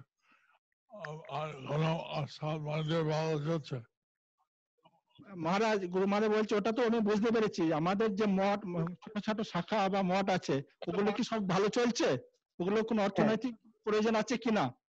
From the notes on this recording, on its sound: Zoom Session